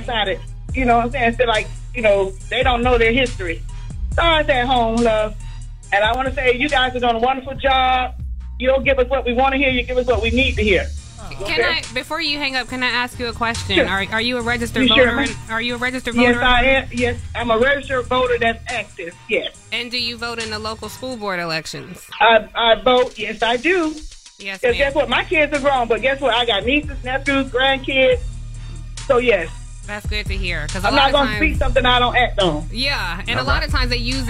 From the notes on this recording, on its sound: We then open the phone lines